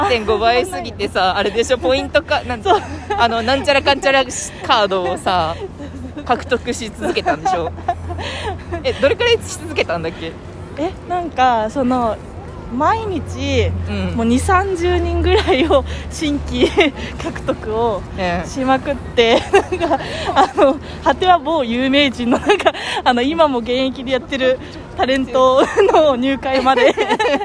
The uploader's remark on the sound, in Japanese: 横浜ブルク13から野毛に歩きながら話しています。